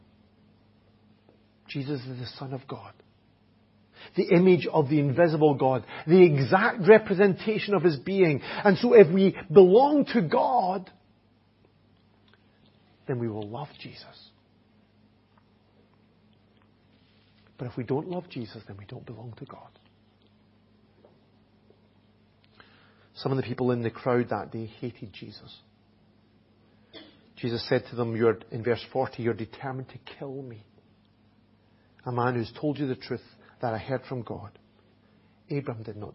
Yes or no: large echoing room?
yes